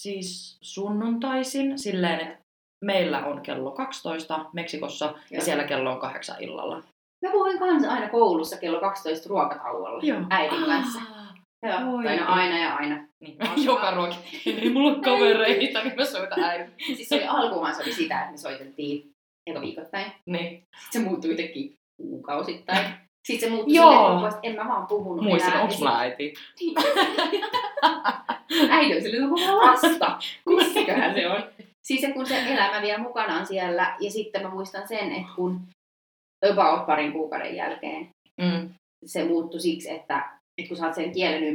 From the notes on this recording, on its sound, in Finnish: Pahoittelut jo etukäteen huonosta äänenlaadusta, tekemällä oppii ja tästä viisaampana äänittelemään tulevia jaksoja.